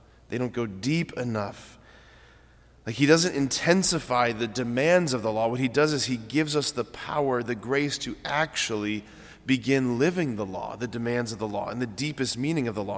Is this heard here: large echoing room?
yes